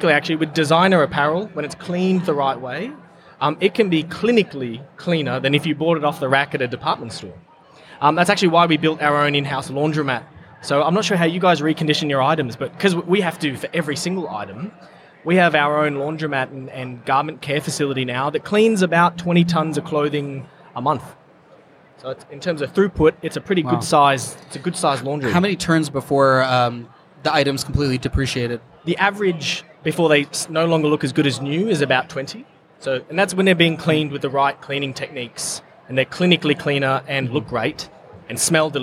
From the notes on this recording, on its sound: recorded at Online Retailer Conference & Expo 2018